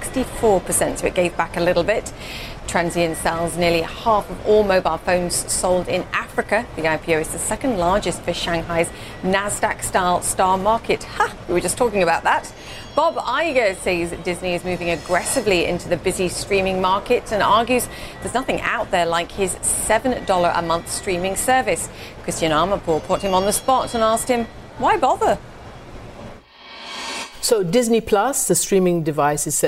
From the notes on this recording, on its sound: Live from the New York Stock Exchange.